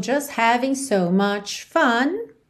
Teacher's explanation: também não se ouve o G de having, ok? Da terminação ing.